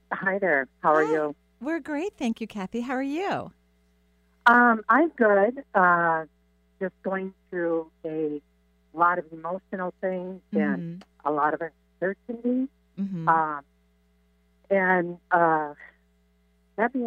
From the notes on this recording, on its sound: Takes calls and does intuitive readings for her last live show of 2018.